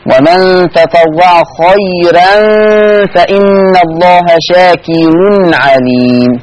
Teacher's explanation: لما تكون الراء مفتوحة وقبلها ياء لين تبقى مرققة، ما تبقاش خيرا تبقى خيرا.